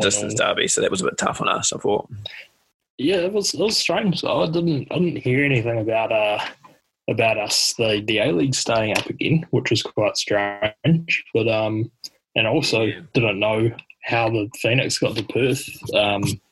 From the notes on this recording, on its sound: Please forgive the technical difficulties caused from the nations excessive wifi use during this time.